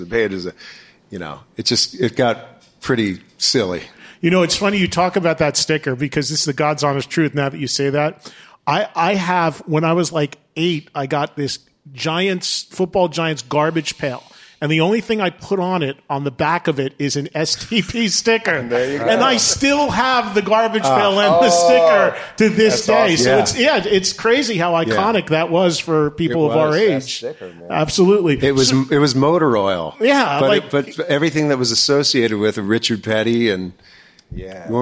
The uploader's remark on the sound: Recorded in front of a live studio audience